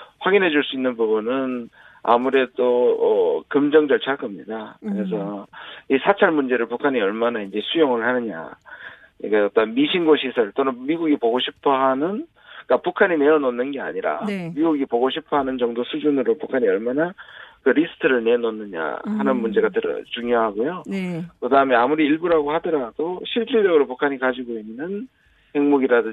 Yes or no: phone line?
yes